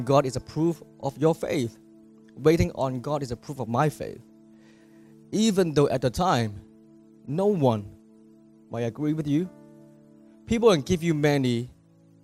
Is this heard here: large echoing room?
yes